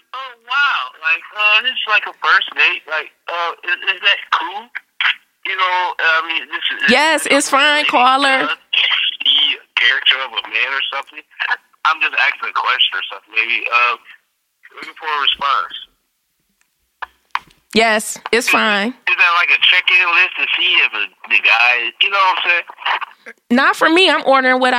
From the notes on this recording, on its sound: invite followers to call in and ask questions